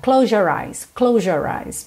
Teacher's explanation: quando você junta, close your, às vezes esse S fica quase um J